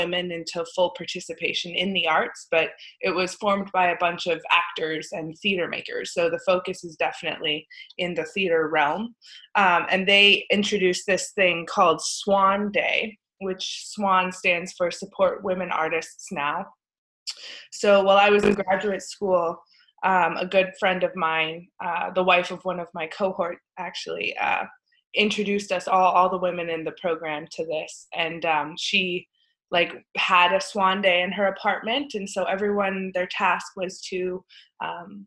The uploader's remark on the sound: This episode we Zoom-ed up